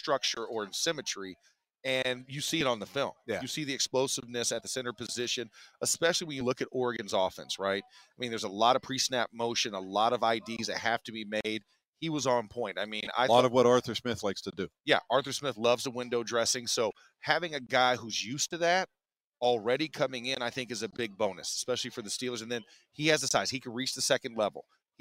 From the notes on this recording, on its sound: The Drive LIVE from the NFL Combine.